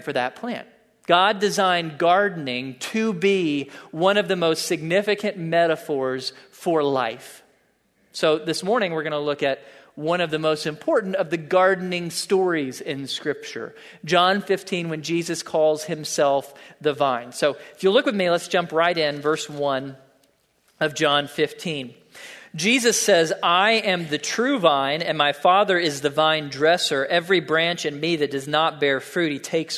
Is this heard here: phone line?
no